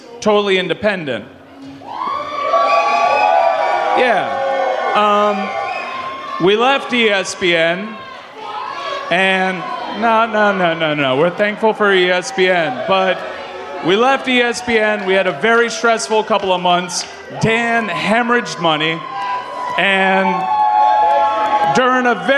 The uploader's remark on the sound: live on-stage performance at the Le Batard Show’s “Menos Miami” fan event